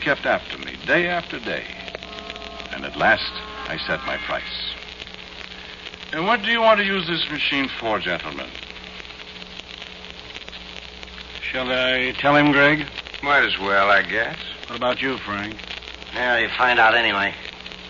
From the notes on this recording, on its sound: Audio is good for a change, only a little record noise and static.